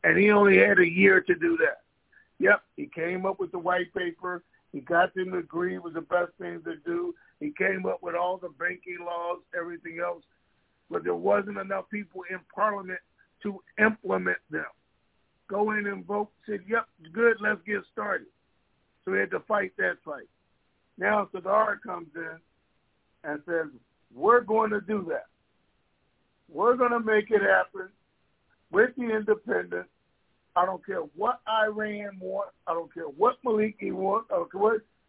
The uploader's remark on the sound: TNTSuperfantastic Conference Call.